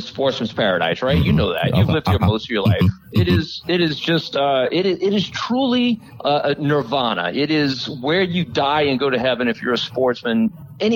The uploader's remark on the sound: three telephone interviews